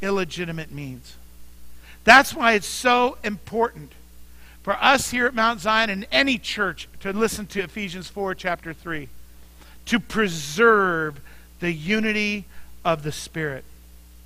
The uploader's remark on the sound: Mt. Zion Church Live!